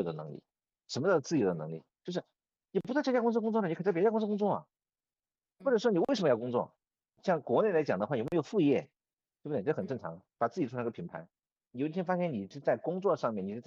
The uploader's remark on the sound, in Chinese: 本期用腾讯视频录制的，音频效果有点差强人意，还请大家多担待！